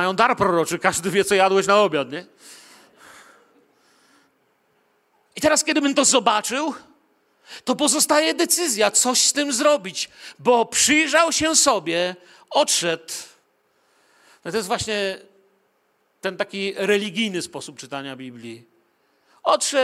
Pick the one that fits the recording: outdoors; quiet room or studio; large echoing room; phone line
large echoing room